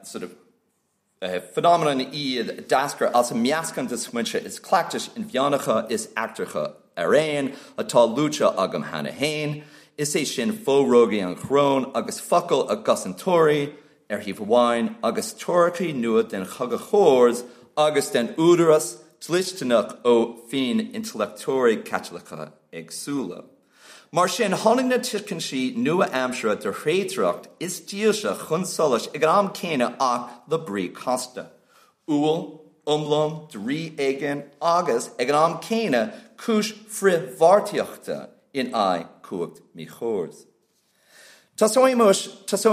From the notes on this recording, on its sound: at the 2023 Tudor and Stuart Ireland Conference